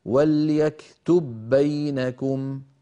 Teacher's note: فأطبقنا الشفتين على باء ساكنة غير مقلقلة وباعدناهما عن باء مفتوحة · Term: الإدغام